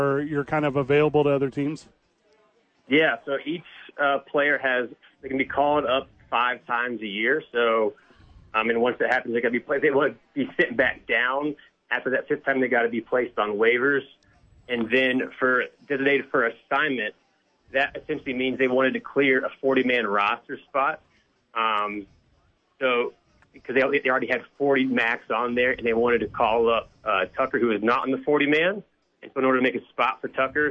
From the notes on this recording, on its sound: live from ABQ AXE